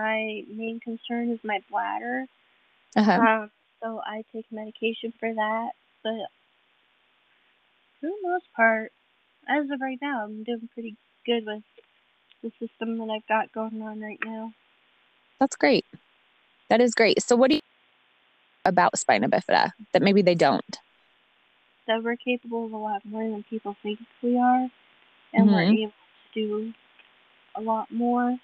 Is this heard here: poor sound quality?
yes